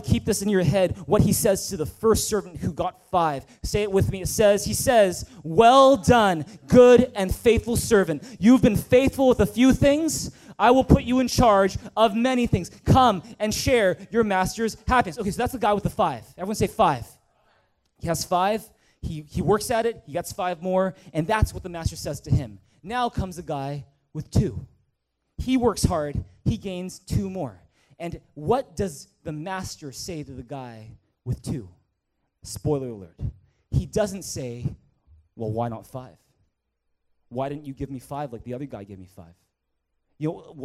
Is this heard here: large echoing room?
yes